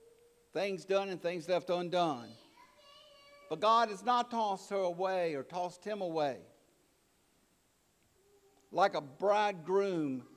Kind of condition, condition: setting, large echoing room